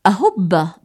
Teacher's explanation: ومن الخطأ أن نقول أهب بفتح الألف وضم الهاء، لأن التلفظ الصحيح هو أهب، وتعني الكلمة الاقتراب من الموعد المحدد.